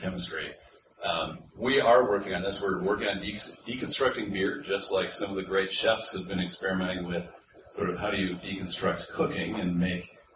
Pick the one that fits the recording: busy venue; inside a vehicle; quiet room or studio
busy venue